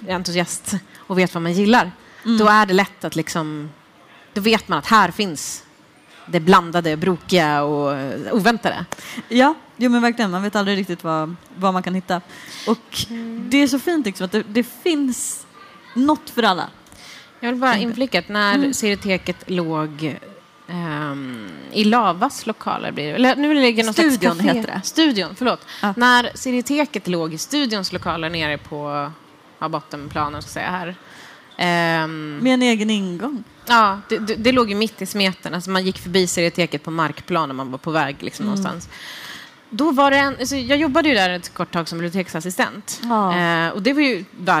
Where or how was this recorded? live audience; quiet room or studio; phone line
live audience